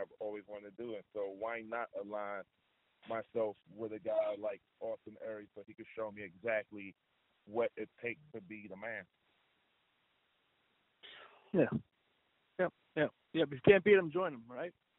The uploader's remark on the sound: Media Teleconference Interview